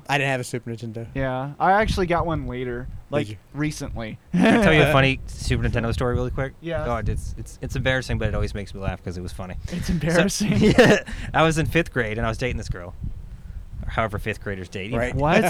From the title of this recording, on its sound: Live from The Bird's Nest